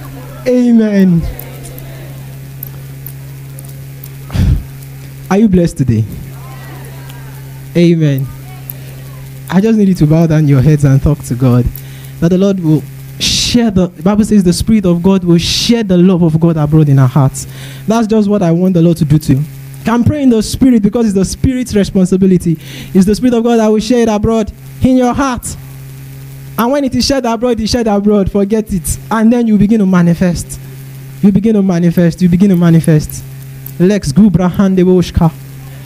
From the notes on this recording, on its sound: Preached at TACSFON OAU in July 2010.